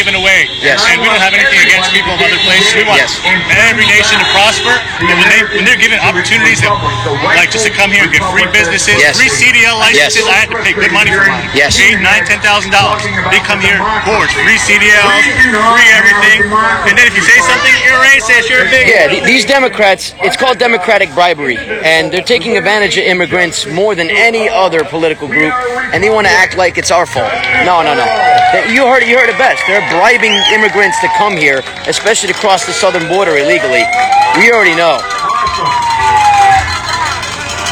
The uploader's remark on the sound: Live Interview & Patriot Rally Action! Interviews several patriots live!